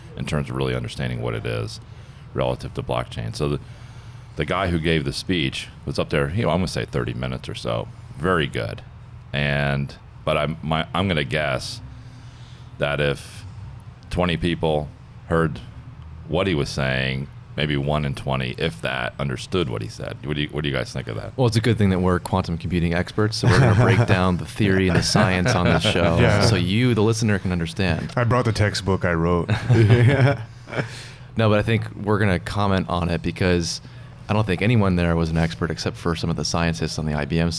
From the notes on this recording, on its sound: Live from San Francisco at the IBM Think 2019 conference